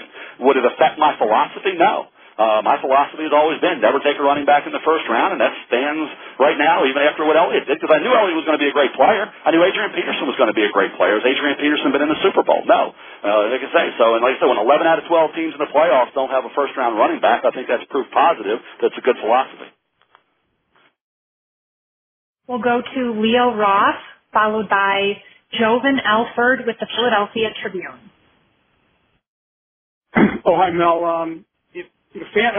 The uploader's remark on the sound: this media conference call